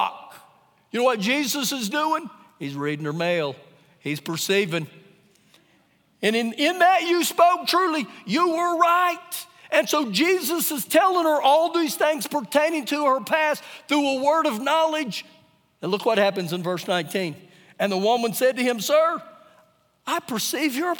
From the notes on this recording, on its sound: Recorded live during our Sunday morning service